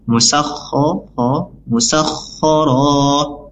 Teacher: makhrajnya itu ada di tenggorokan bagian atas · Term: huruf kho